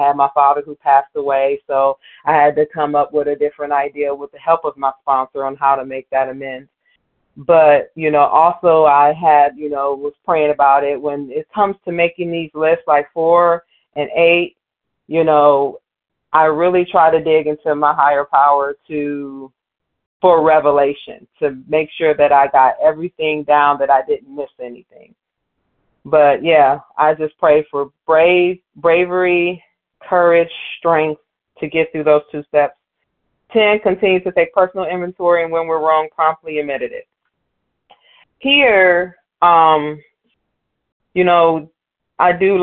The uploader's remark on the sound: Qualification from the 100 Pounders Phone Meeting.